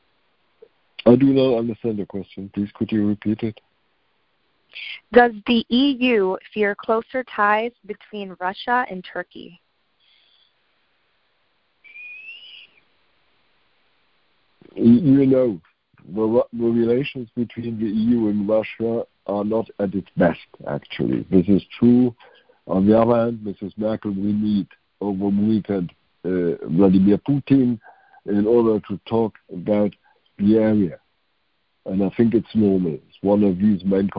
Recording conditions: phone line